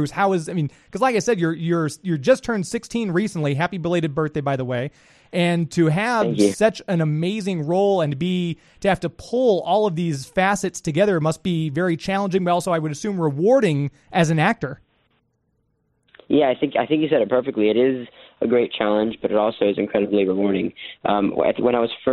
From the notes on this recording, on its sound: We open up the phone lines to play Batman Trivia!!